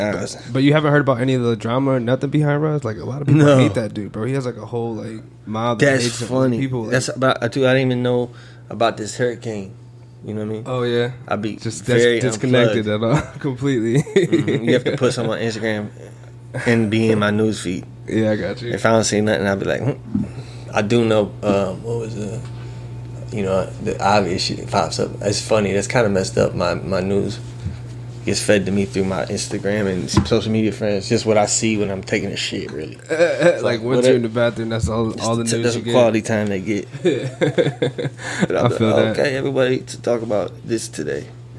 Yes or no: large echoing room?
no